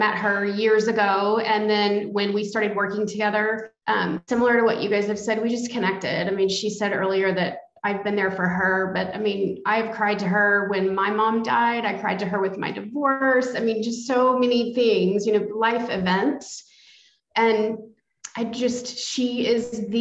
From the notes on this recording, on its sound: We pulled up some extra chairs to the virtual table as our panelists each brought a special friend along.